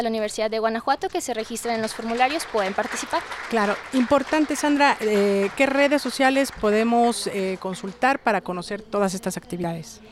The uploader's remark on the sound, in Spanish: Emisión en vivo desde las instalaciones de la 64 Feria Internacional del Libro de la Universidad de Guanajuato -FILUG-.